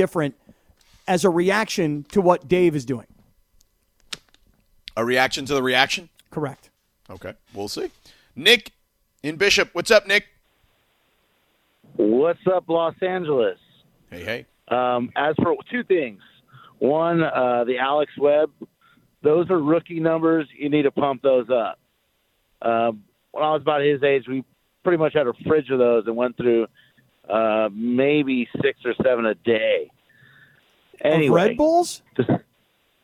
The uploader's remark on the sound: Take phone calls.